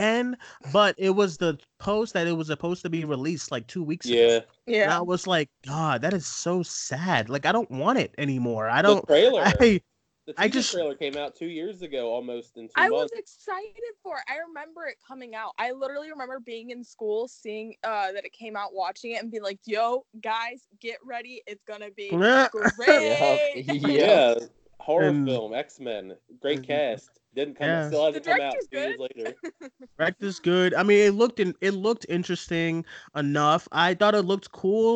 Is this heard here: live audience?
no